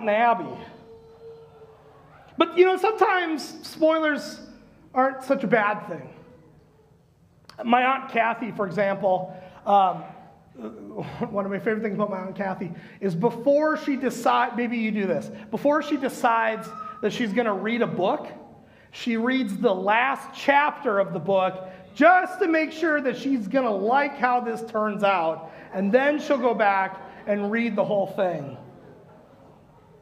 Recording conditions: large echoing room